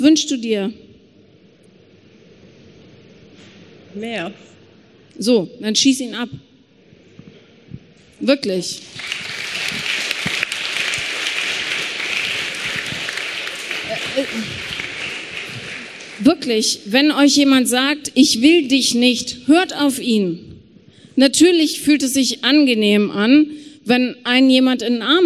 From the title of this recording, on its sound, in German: Q&A LIVE auf dem Hear & Now Podcast Festival in Köln